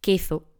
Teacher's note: en algunas zonas las S se pronuncian como Z. Por ejemplo, en el lugar de queso, dicen queso.